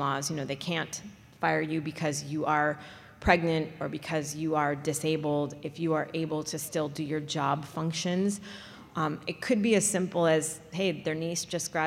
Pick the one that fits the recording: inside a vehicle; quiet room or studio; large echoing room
large echoing room